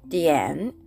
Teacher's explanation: 第三声なので低く沈む音になります